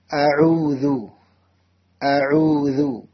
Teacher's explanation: തൊണ്ടയുടെ മധ്യഭാഗത്ത് നിന്നാണ് ഐൻ എന്ന അക്ഷരം പുറപ്പെടുന്നത്. അറബി ഭാഷയിൽ മാത്രമുള്ള ഒരു അക്ഷരമാണ് ഐൻ.